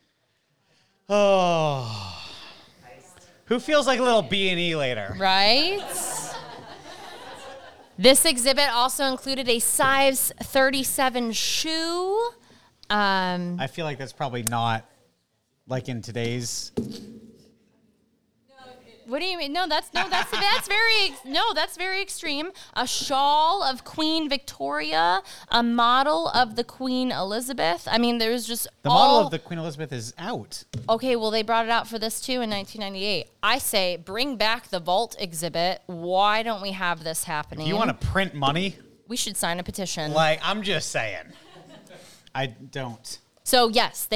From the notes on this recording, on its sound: LIVE from Diehl Marcus & Company on July 11th